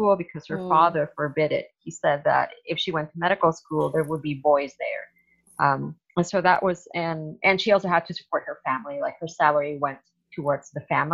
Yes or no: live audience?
no